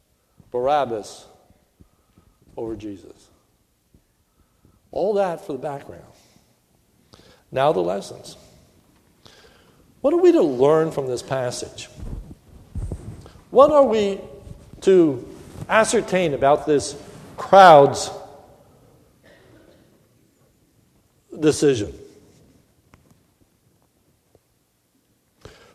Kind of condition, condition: setting, large echoing room